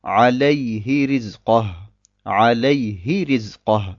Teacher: In diesem Fall bleibt die Längeneinheit der Kasra erhalten. Wir ziehen dieses H nicht in die Länge. Wir sagen ganz normal عَلَيْهِ رِزْقَهُ.